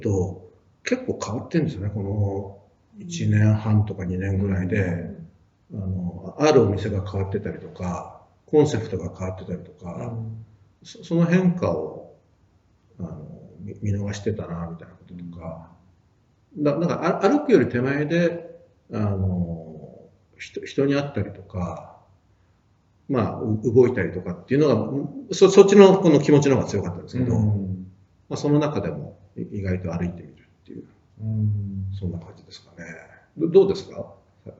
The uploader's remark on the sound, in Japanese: 旧マイクで音声ややわるいです